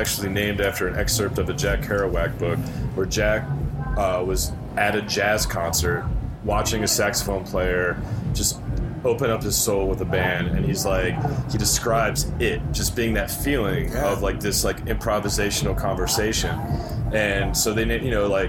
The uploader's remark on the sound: from our time at High Sierra Music Festival